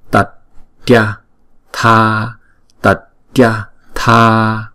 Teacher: những cái chữ như là tatya thì chúng ta chỉ đọc mỗi cái âm là một nhịp thôi